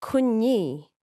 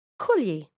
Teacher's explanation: A consonant shift has affected the word in such a way where people say kunyi with an N instead of the ul, but it's actually kulyi.